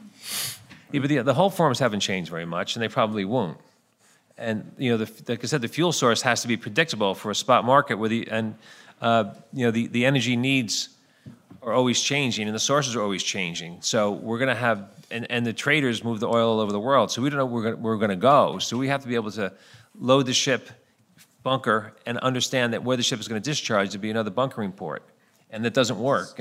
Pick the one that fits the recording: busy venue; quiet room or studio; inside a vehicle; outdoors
busy venue